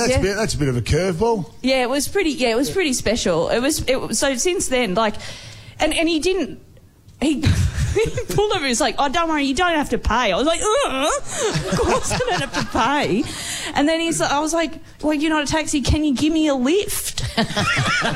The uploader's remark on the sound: LIVE From The Melbourne Comedy Festival